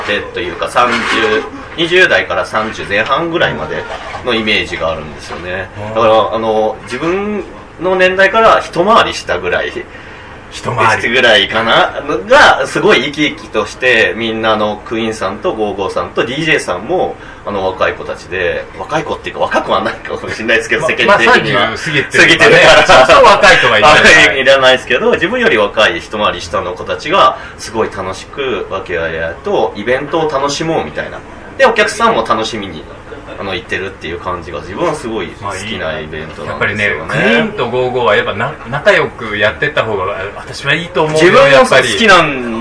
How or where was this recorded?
busy venue